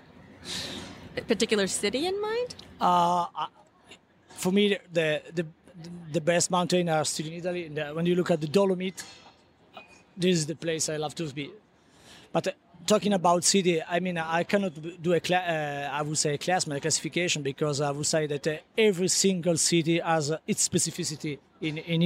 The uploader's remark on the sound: Inside Premiere Vision, a global textile event. On location at Premiere Vision 2016 in New York.